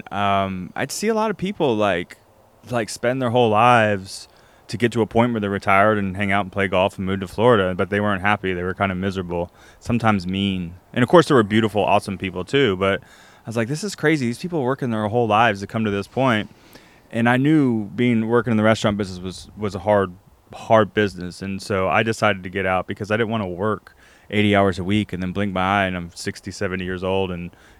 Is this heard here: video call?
no